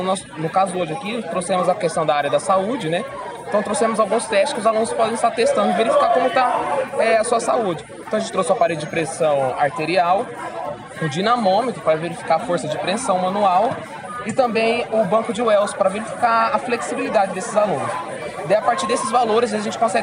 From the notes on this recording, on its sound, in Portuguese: Nós da UFPR fomos até Londrina para apresentar os projetos de extensão da universidade. Foram gravadas algumas entrevistas dos stands.